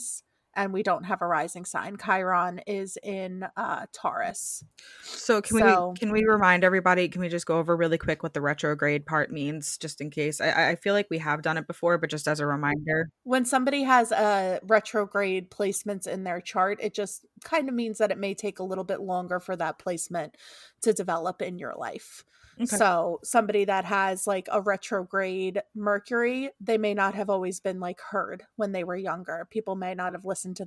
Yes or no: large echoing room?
no